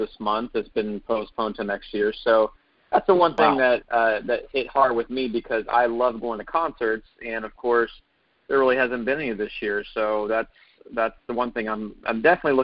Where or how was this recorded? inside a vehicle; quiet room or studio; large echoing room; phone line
phone line